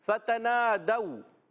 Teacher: تو ہم نے کھینچا نہیں، کیونکہ دال واؤ زبر دو واؤ لین بن گیا